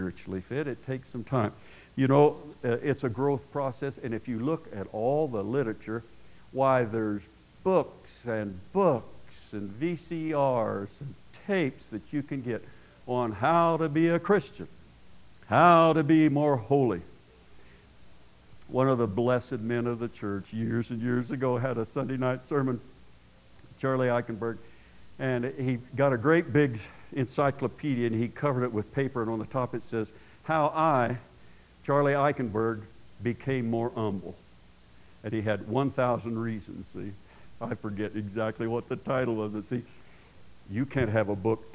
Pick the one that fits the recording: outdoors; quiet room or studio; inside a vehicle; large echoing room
large echoing room